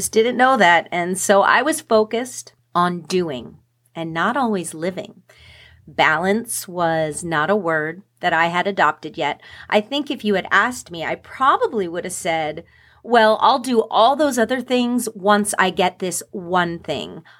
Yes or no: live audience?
no